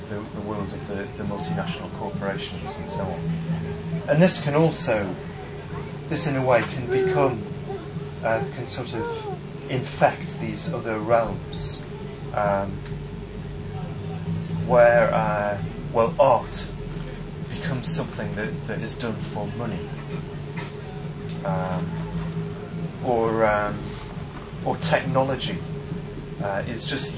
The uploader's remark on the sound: Please note: there are a few minutes missing at the start, and the original recording was very poor. Talk given at Buddhafield Festival, 2006.